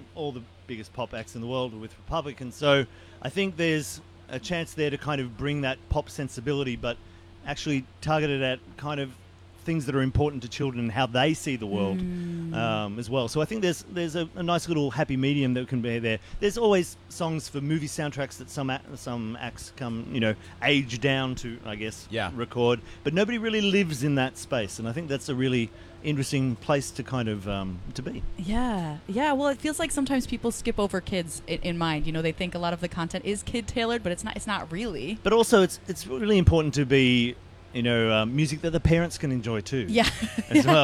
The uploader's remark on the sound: The Mix is live backstage at Lollapalooza 2023!